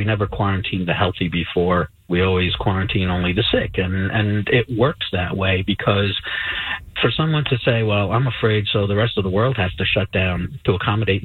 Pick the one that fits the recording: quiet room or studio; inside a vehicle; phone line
phone line